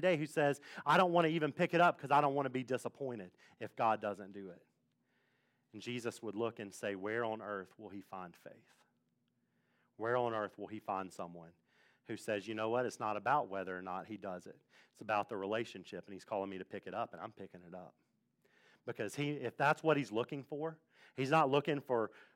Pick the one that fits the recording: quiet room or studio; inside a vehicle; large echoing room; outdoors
large echoing room